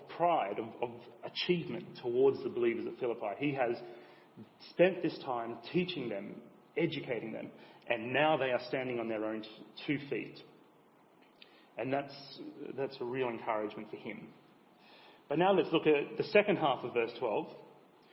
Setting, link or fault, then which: setting, large echoing room